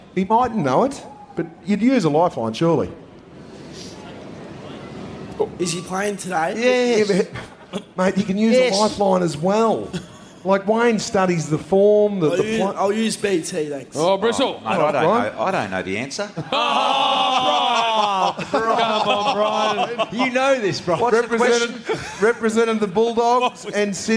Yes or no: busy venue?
yes